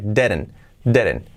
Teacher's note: La E como una E, didn't, didn't, didn't, didn't, didn't. Y la segunda D prácticamente se hace una R suave